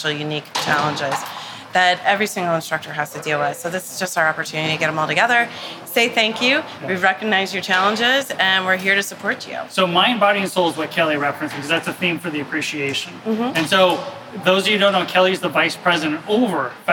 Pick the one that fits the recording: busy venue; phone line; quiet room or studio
busy venue